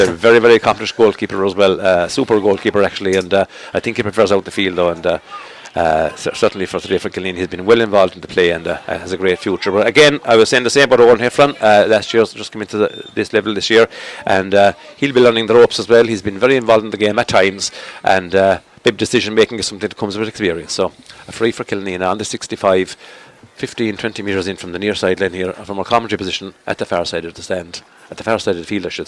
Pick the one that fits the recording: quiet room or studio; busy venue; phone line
busy venue